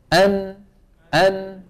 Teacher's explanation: من طرف اللسان مع ما يحاذيه من اللثة تحت مخرج اللام بقليل ويصاحبها ايه؟ غنة من الخيشوم · Term: النون